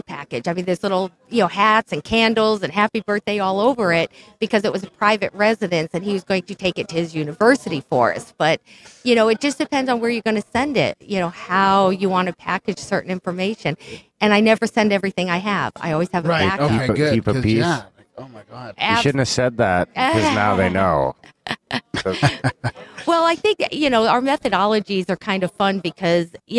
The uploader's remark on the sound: Recorded live at the Paradigm Symposium 2014 Minneapolis Minnesota, Oct 2-5 at The Women’s Club.